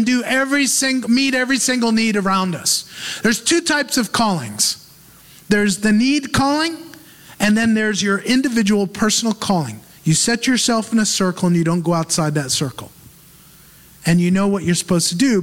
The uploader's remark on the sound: Recorded live in Move Church, Auburndale, FL, U.S.A.